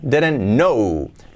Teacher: Y la segunda D prácticamente se hace una R suave, didn't, didn't. La T de didn't no se pronuncia